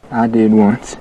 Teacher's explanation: Listen to the vowel in one and once, how it's all the way back in his mouth.